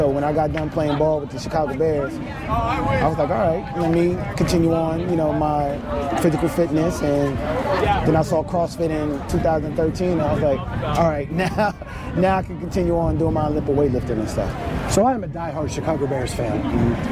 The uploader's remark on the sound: Bonus Episode Live from TFX!!!